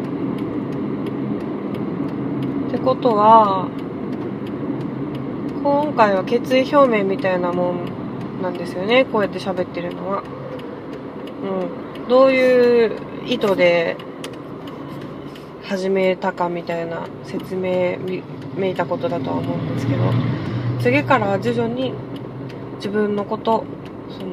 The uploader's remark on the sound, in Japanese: 初めての収録、、、車の中で録音したのでところどころうるさいです。